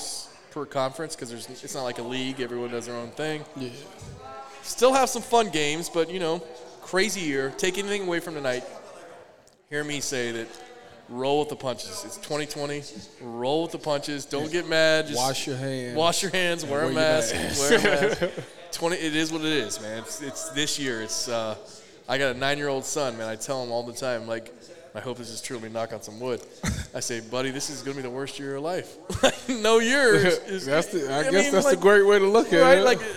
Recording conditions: busy venue